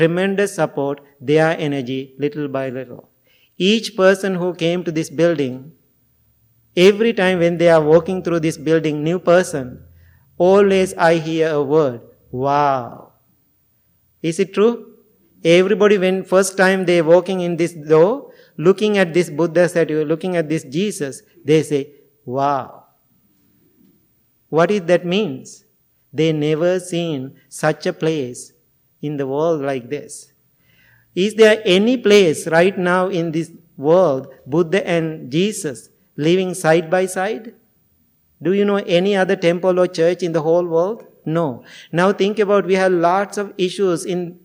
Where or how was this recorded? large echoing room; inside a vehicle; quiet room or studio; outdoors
large echoing room